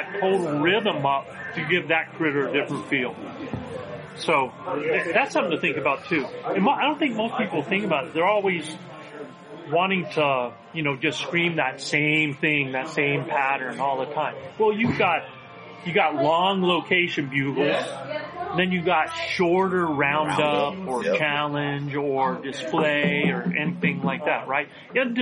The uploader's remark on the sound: live in-person episodes from the NRA Whittington Center in New Mexico under the Western Hunt Fest banners